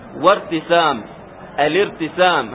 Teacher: الآن لأنني أبتدئ بها فأنطقها تصير مثل همزة القطع في النطق فقط لأنها عند الابتداء، لكن عند الوصل وارتسام، الارتسام هكذا تذهب همزة الوصل تماما